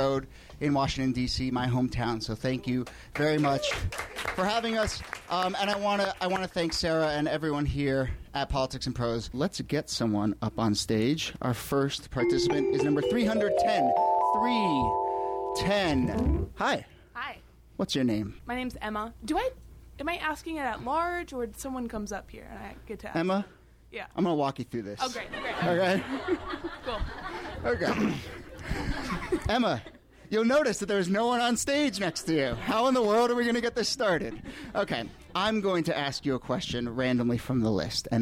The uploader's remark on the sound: Ask Roulette is a conversation series in which strangers ask each other questions on stage. Is from our August show at Politics and Prose in Washington DC.